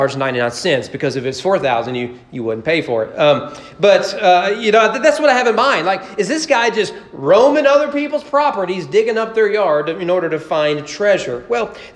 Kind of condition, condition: setting, large echoing room